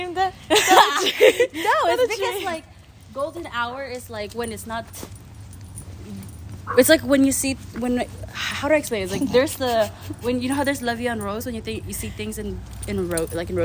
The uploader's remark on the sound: Here's a casual Q&A between us while she walked her dog and eventually, we accidentally took you to a taqueria with us. Don't mind the ambient noise, here's another smol adventure thru the mic on my iPhone.